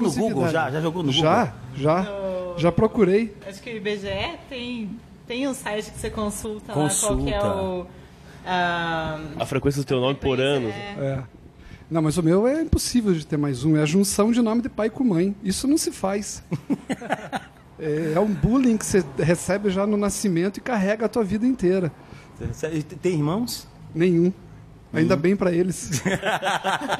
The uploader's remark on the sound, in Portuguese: Neste programa, gravado no Bar do Julio.